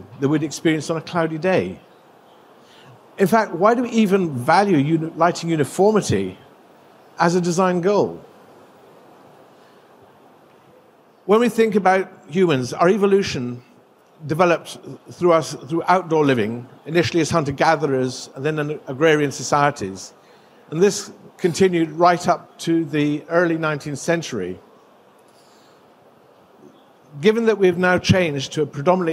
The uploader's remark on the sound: Presented at GILE 2023